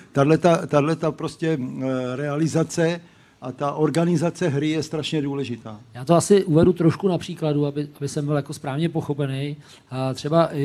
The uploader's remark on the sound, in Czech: První živé Studio iSport.cz před publikem ve Vinohradském pivovaru